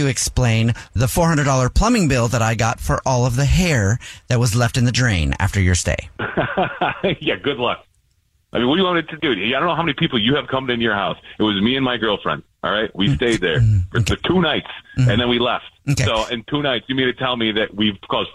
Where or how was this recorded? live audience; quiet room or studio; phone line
phone line